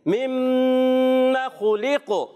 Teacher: خلق کو ایسے نہیں پڑھنا، لام کو باریک رکھیں گے اور قاف کو اور خوا کو موٹا رکھیں گے